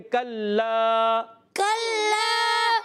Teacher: लाम अल जबर ला, लाम पर तशदीद भी है, लाम मुशद्दद एक अलिफ, ज़रा हमने रुक कर अदा करना है लाम मुशद्दद को, और लाम अलिफ ज़बर ला एक अलिफ खींचना भी है